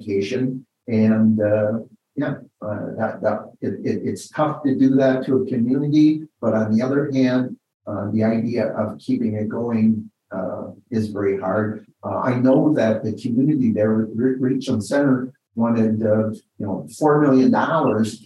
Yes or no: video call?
yes